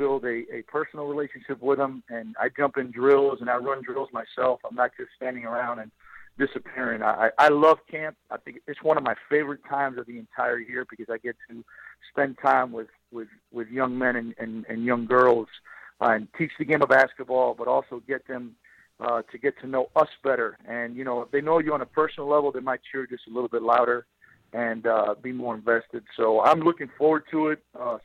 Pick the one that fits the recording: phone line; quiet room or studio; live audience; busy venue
phone line